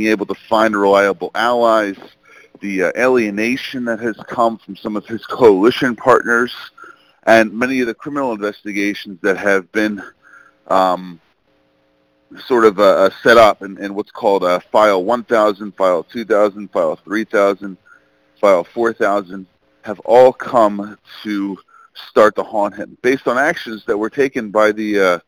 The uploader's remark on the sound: briefed the Middle East Forum in a conference call on April 3, 2018.